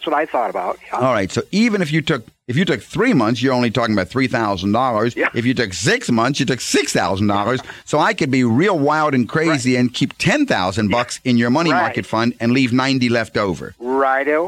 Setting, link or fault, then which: link, phone line